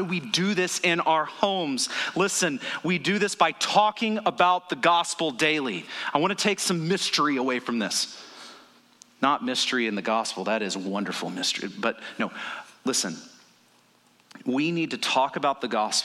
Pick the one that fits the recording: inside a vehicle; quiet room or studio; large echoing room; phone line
large echoing room